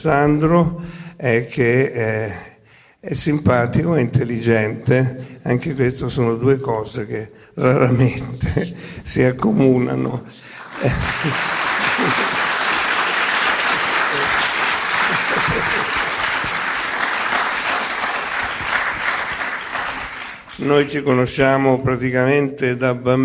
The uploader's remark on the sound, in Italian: Festival della Bellezza, 2021. Al Festival della Bellezza, edizione 2021, al Vittoriale.